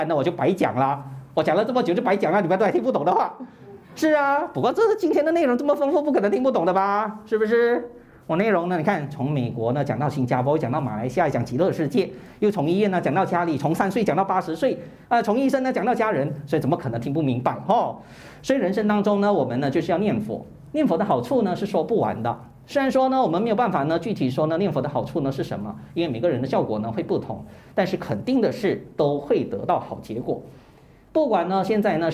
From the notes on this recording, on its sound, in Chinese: 2023清明开示【现场录影】。